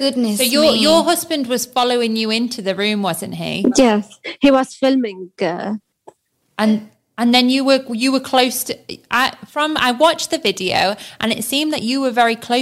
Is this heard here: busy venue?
no